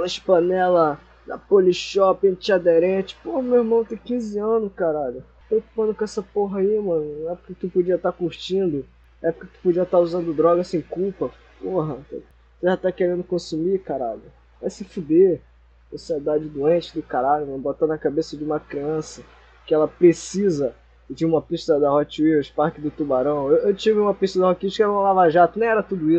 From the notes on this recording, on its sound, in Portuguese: Mais uma vez, desculpa a qualidade do áudio.